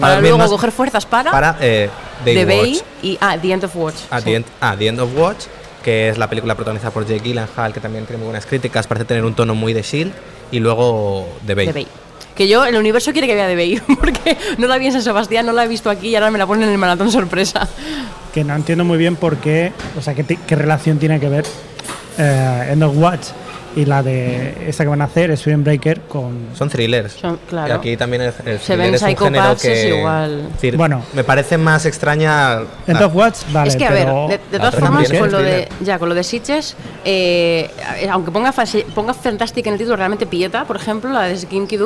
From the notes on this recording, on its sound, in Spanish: Festival de Sitges 2012. Hemos querido grabar el podcast desde el mismo festival y este año lo hemos hecho desde el hall del hotel Meliá Sitges, justo al ladito del auditori.